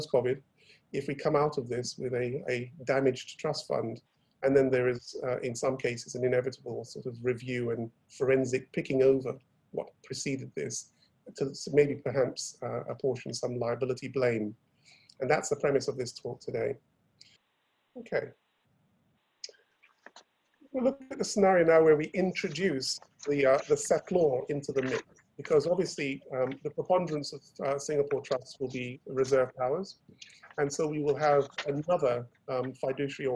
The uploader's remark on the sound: Webinar audio recording dated 8 July 2020.